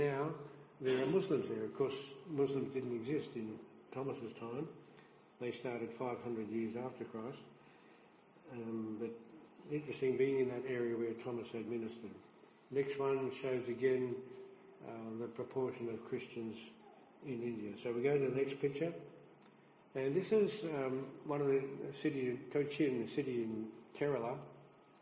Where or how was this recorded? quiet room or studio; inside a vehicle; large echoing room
large echoing room